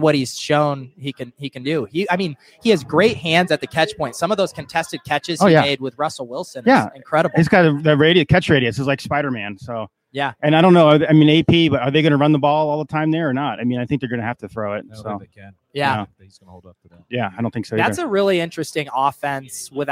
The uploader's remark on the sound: Live from Vegas. Live from the FFPC Drafts in Las Vegas talking with high stakes pros and analysts about their upcoming Main Event Draft.